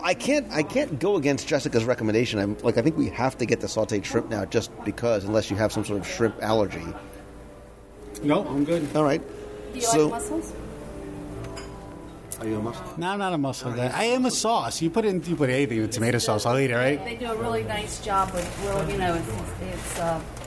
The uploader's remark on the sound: Live Review of Mizner’s Lounge at Disney’s Grand Floridian Resort. I invite you sit alongside me at a quiet, quaint table at Mizner’s Lounge at Disney’s Grand Floridian Resort and Spa for a live restaurant review.